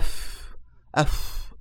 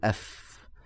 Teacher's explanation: بطن الشفة هو الجانب البحري منها الجانب الداخلي من الشفة مع أطراف الثنايا العليا · Shown in: second take · Term: الفاء